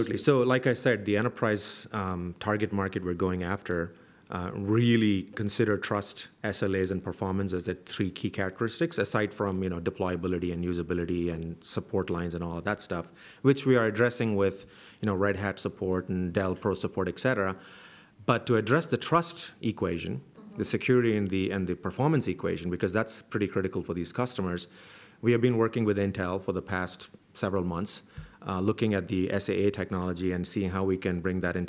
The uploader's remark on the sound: LIVE from OpentStack Paris Summit 2014